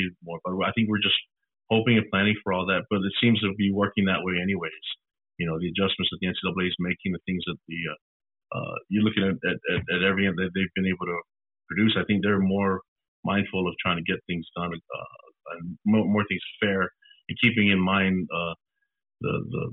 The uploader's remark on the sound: talked to the media via a teleconference